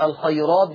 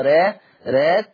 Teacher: حفص يقرأ ويقول الخيرات بتفخيم الراء، ولكن ورش يقرأ بالترقيق، لأن والسبب لأنها مفتوحة ومسبوقة بياء لينة. · Term: ترقيق الراء